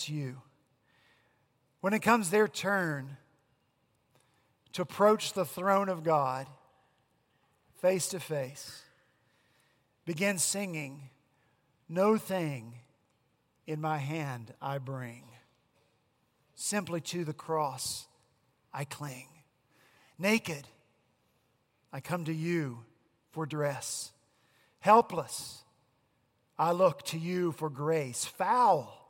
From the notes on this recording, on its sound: at Redeemer Presbyterian Church in Charleston, SC